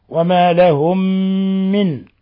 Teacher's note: أضغمنا الميم الأولى في الميم الثانية، يسمى هذا إضغام مثلين صغير